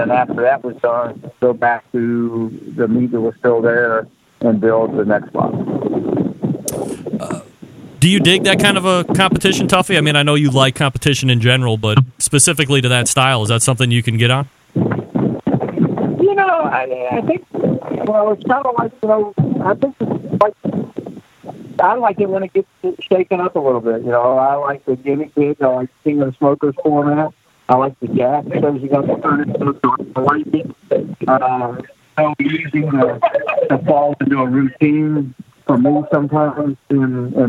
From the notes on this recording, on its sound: calling in live from Australia